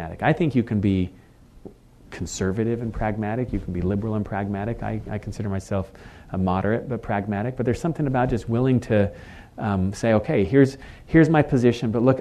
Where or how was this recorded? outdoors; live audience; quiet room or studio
live audience